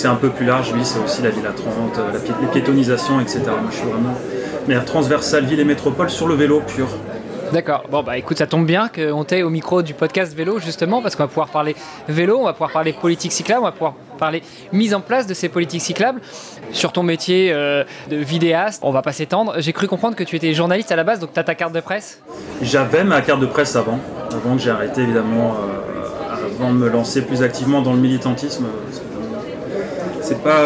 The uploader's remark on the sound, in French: Cette interview s'est déroulée dans une ambiance de brasserie comme vous pouvez l'entendre en toile de fond. Elle a été enregistrée réalisée lors des Rencontres de Vélo & Territoires 2022.